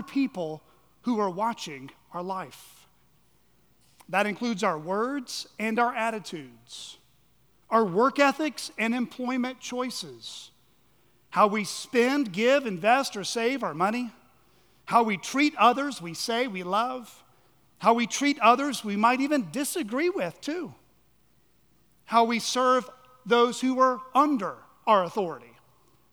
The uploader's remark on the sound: at Chaffee Crossing Baptist Curch in Barling, AR.